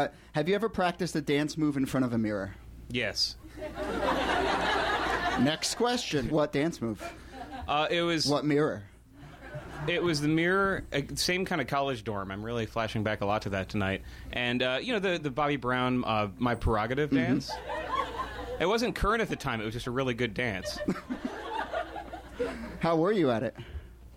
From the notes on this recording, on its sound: Ask Roulette is a conversation series in which strangers ask each other questions on stage. Is from our August show at Politics and Prose in Washington DC.